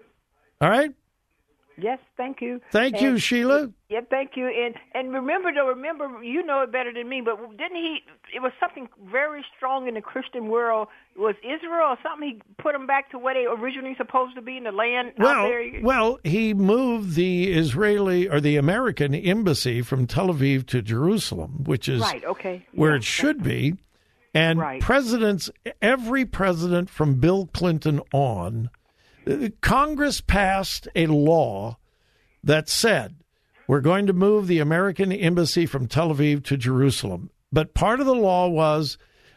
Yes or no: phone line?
yes